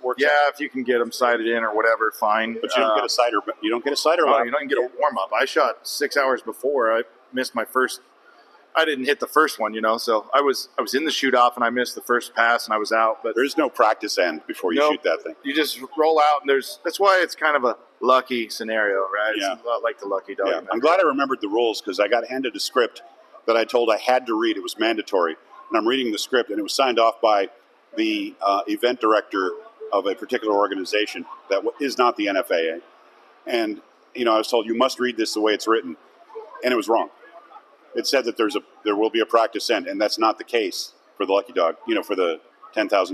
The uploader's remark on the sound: Live from Vegas! Live at The Vegas Shoot for the usual annual shenanigans.